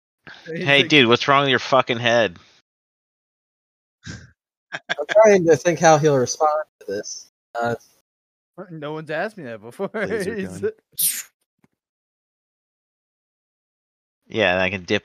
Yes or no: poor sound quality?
yes